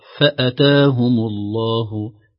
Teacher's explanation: لو آتاهم تكون نعم، وتكون الهمزة مرسومة قبل الألف في بحر بين الفاء والألف وليست فوق رأس الألف، فهكذا تقرأ فأتاهم الله بدون مد الهمزة المفتوحة بل فقط زمن فتحتها